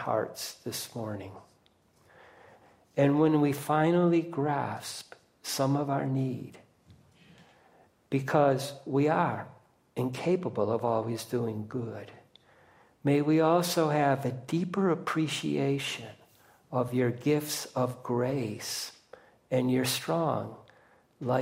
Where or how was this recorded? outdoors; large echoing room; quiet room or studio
large echoing room